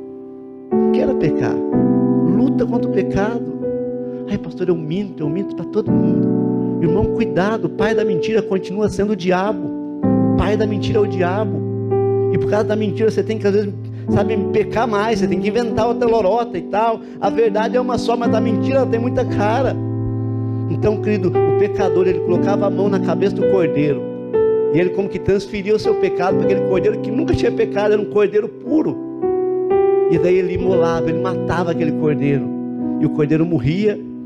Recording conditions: large echoing room